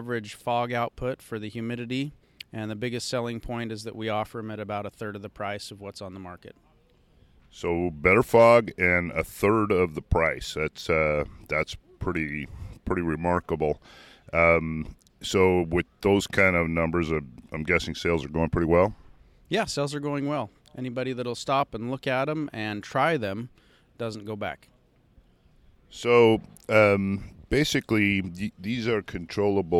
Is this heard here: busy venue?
yes